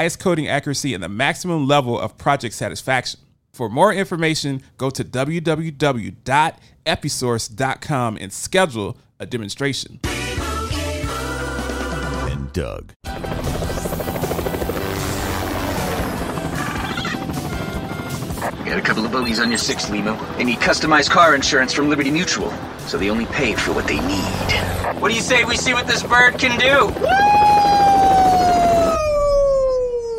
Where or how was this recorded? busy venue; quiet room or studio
busy venue